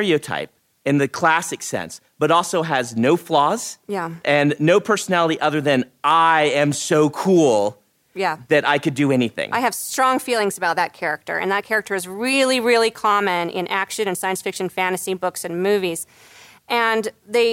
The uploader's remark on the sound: Live-audience session. This episode was recorded live at LTUE.